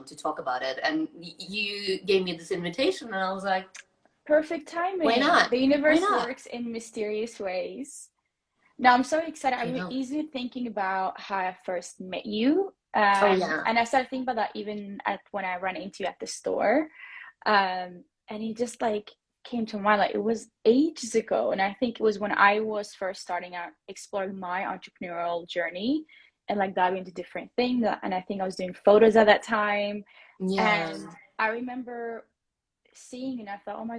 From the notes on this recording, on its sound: This was an IG Live talk that turned into a podcast.